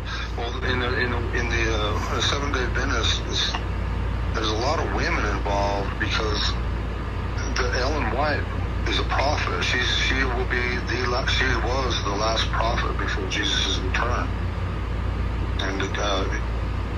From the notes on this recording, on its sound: phone calls